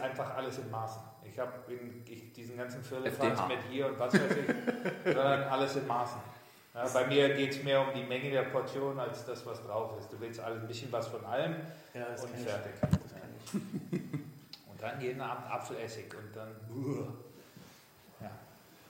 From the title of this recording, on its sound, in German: Der Livepodcast